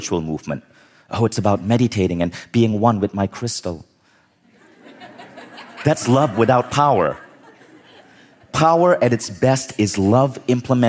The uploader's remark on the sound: In this talk from Mindvalley Live Los Angeles